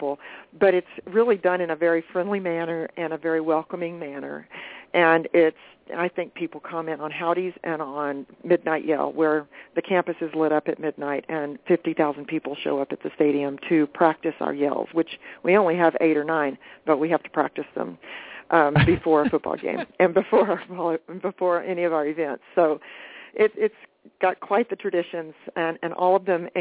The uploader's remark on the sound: called in for a great interview